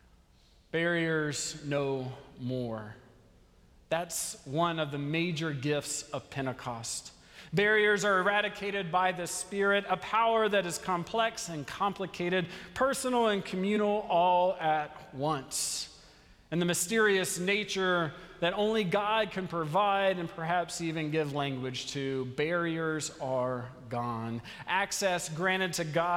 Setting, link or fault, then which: setting, large echoing room